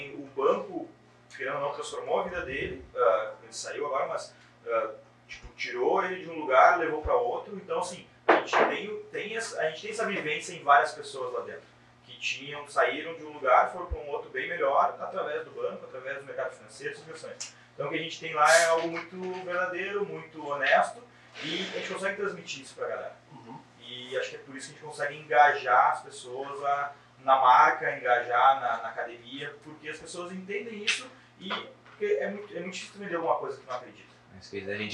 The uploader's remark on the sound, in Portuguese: Pedimos desculpas pela qualidade do áudio, mas tivemos um problema na captação.